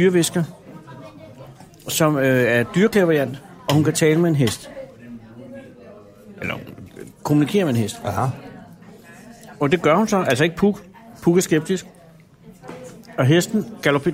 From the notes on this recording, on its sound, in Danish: Restaurant Fischer i København og det er her denne episode er optaget